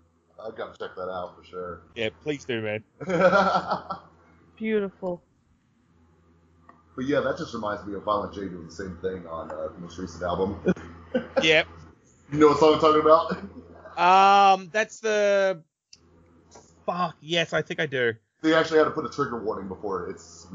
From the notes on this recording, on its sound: Sorry about the audio and such, recording got funky and I couldn't salvage it the way I was hoping. It also made it very hard to edit, so there may be parts that weren't intended to be in the final cut.